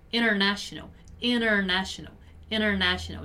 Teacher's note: Notice how I pronounce the word international without pronouncing the first T.